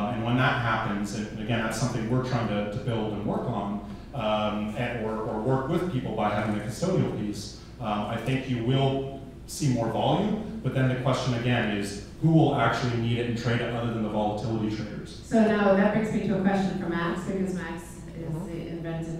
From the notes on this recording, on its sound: CONSENSUS NYC 2018 BLOCKVAULT BY GOLDMONEY THE KEISER REPORT LIVE ON-STAGE.